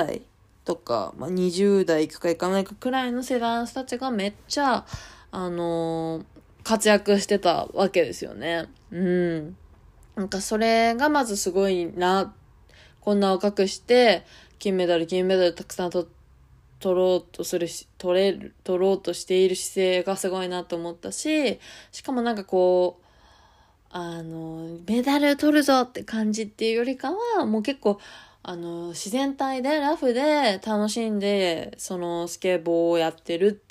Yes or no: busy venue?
no